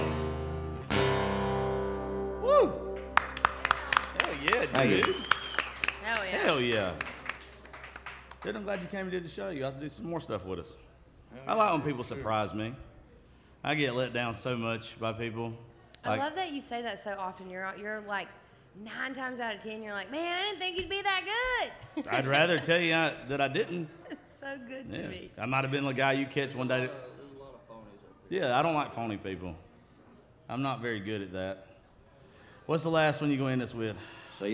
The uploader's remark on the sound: Live From Live Oak In Nashville Tn